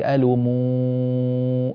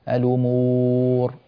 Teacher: كذلك ألومو هذا صوت مشبع بالغنة ولا غنة في الواو هنا · Shown in: second take